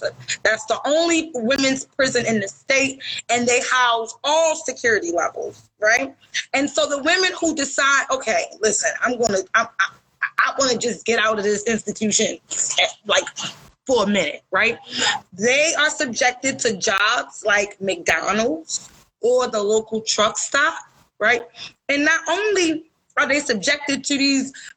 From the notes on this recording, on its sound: live on Instagram